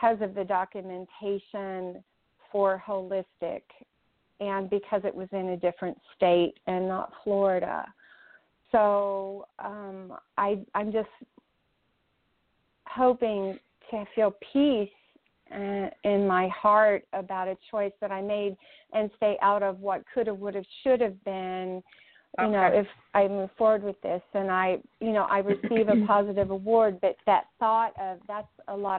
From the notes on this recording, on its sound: in response to callers' questions